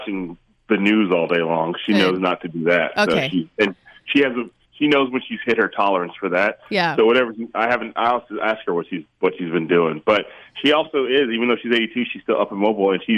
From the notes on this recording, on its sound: He was gracious enough to hop on the phone with us during the beginning of the Coronavirus lock down while he is quarantined with his family and helping to home school his daughters.